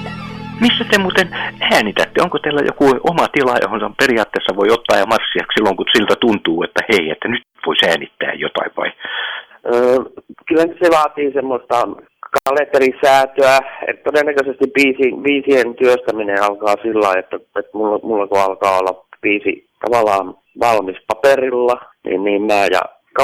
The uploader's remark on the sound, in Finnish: puhelinhaastattelun